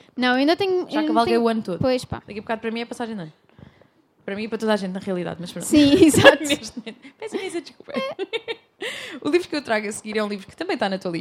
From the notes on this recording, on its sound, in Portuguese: Este episódio foi gravado ao vivo na Livraria Buchholz. E estendemos o agradecimento a todas as pessoas que encheram a casa para nos ouvir!